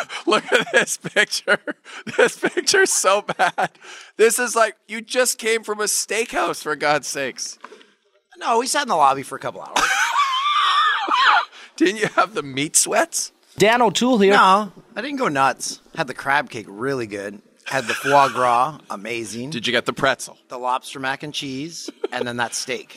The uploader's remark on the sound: LIVE(ish) from Super Bowl LI